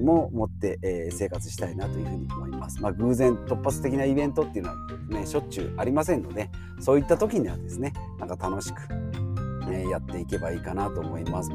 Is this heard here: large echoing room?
no